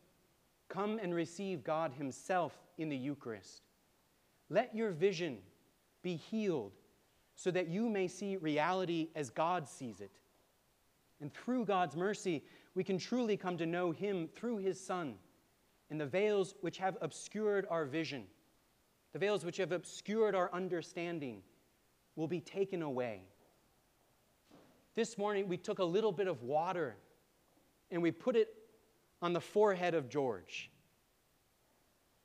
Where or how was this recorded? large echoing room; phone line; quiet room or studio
large echoing room